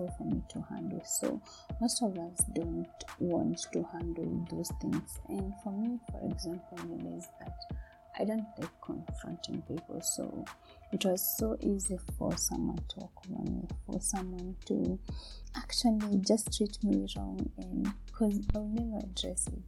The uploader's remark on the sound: Sorry for the sound quality